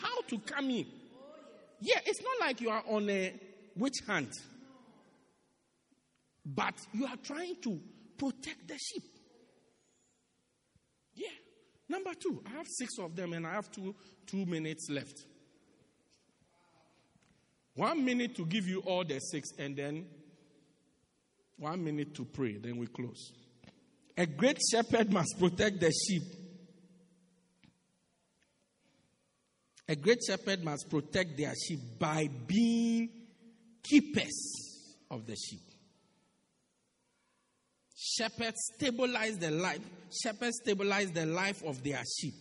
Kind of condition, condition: setting, large echoing room